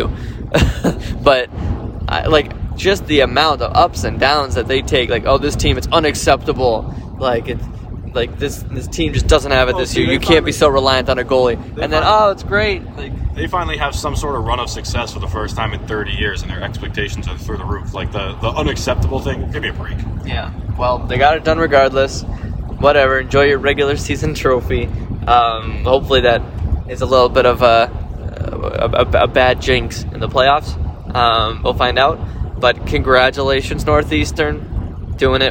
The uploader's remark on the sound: a special "carcast" on their drive from Orono, Maine